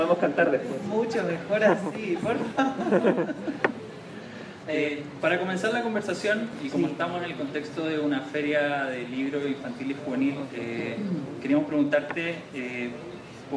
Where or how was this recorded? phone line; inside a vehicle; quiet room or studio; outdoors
outdoors